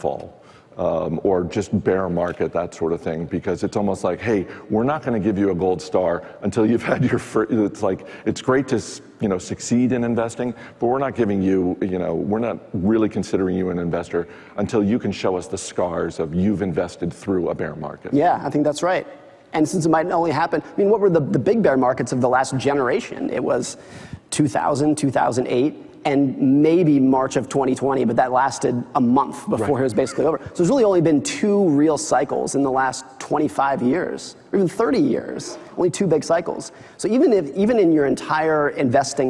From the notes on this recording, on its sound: In front of a live audience.